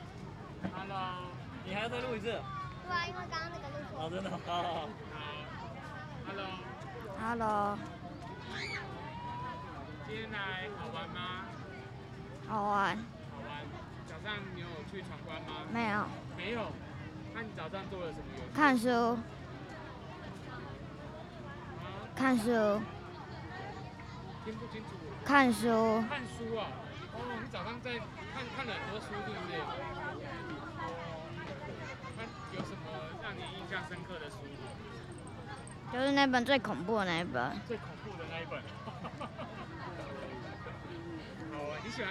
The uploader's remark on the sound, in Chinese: 北投兒童人權園遊會活動中，孩子們的真實聲音。本集收錄了 2021 年我們攤位參加由台灣親子共學教育促進會舉辦的兒童人權園遊會攤位，我們所設置的錄音闖關活動。前面七分鐘是將來訪攤位的各個家庭的聲音所合成的第一個段落。